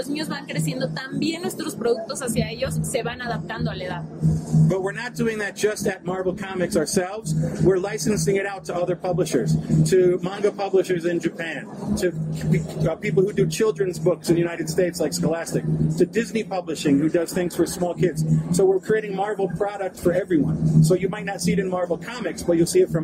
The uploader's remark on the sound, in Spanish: estuvo en el stand de Panini Cómics México